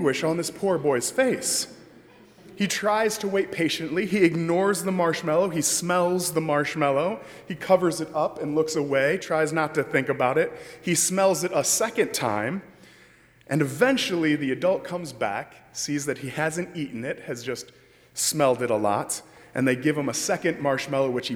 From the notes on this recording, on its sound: during the 7:00 PM Ash Wednesday service on Wednesday February 26, 2020, at First Presbyterian Church of Arlington Heights, Illinois.